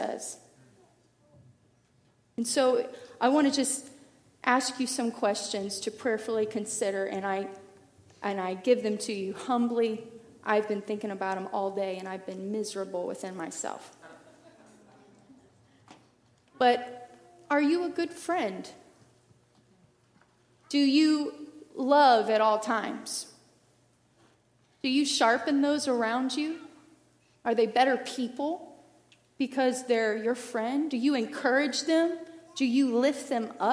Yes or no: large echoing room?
yes